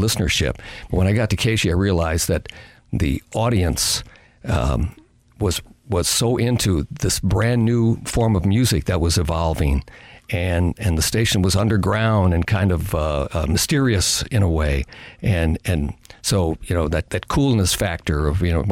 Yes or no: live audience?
no